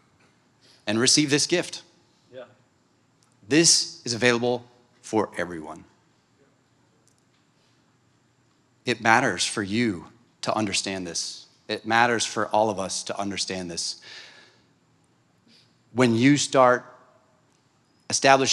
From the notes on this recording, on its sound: Speak at the "Becoming Man Summit" in Alabama.